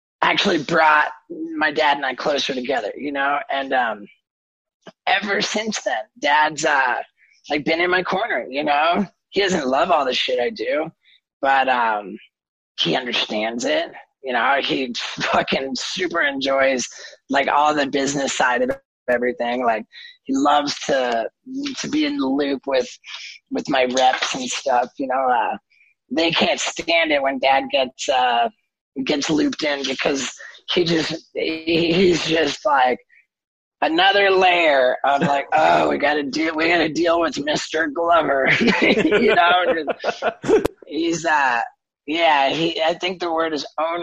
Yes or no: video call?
yes